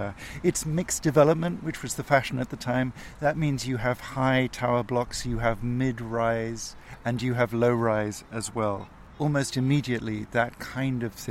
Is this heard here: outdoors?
yes